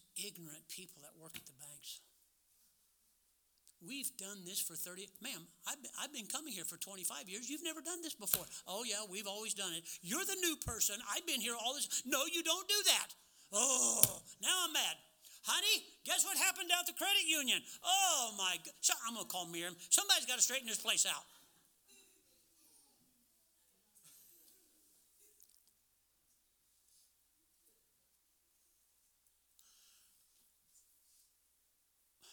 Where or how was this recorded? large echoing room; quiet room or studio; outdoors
large echoing room